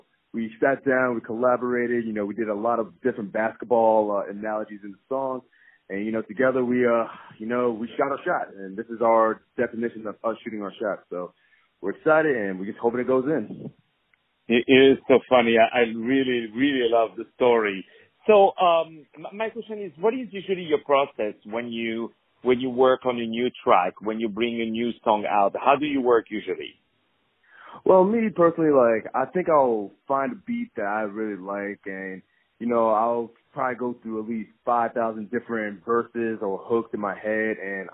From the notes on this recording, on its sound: On the phone